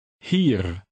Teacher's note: A final R in Dutch is very slightly trilled